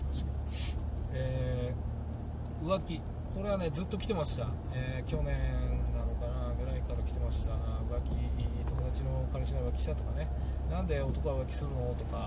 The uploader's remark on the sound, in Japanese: 運転中。今回思いつきだったのもあり、Bluetoothイヤホンマイクでの収録です。声フェチで音が気になるとか言っときながら雑音多めですごめんちゃい。音量低めです。